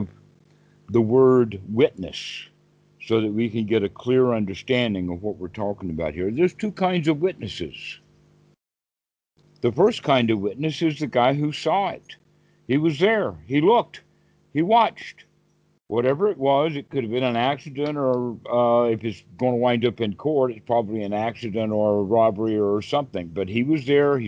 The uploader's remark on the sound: The date in the title indicates the date the call was recorded.